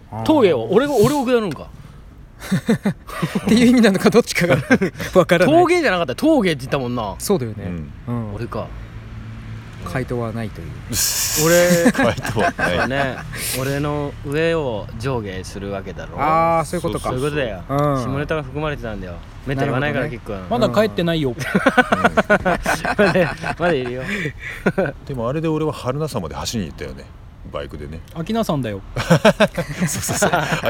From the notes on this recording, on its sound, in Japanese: なかなか日程が取れず急遽スタジオ近くの公園で収録敢行…否、夕刻の風が気持ち良いので屋外ロケ敢行！な番外編。